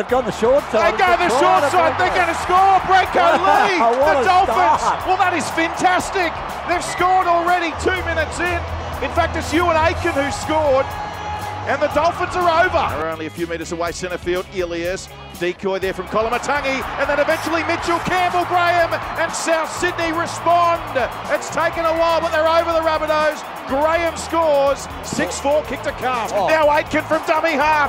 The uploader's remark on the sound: Live from Suncorp Stadium for Round 7 of the NRL. SunCorp Stadium in Brisbane.